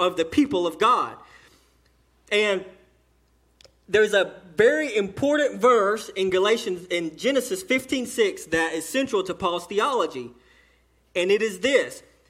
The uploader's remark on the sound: the sermon delivered to Cottondale Baptist Church in Eastman, GA during the 11:00am service